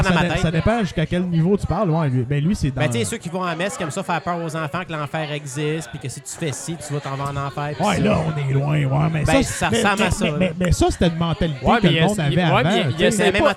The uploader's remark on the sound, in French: Cette semaine on tente l'impossible : enregistrer un podcast pendant un party. On a un micro ouvert pour les membres du party qui veulent nous jaser!